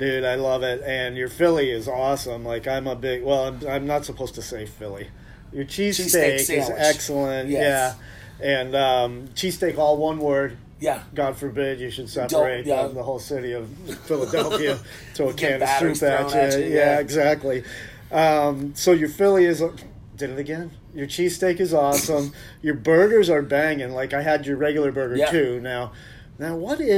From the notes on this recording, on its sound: For the first time ever, I went into the field to record the podcast on site. At The Odditorium.